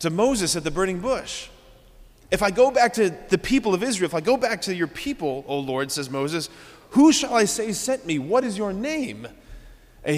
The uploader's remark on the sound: preached this homily on June 4, 2023 at Sacred Heart of Jesus Catholic Church in Wadsworth, OH.